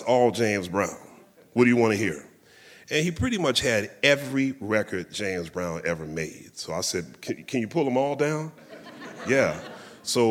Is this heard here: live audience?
yes